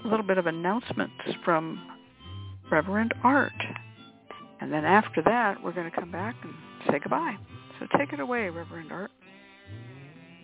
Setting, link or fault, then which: link, phone line